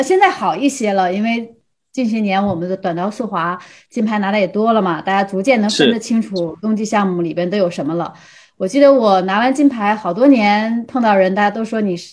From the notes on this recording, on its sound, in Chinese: 本期节目的录制是用某会议软件录制的，音质不会像使用专业的设备那样清晰